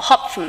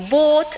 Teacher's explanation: Hopfen, por exemplo, hopfen sería un o aberto. É curto, é aberto, e boot é longo e pechado.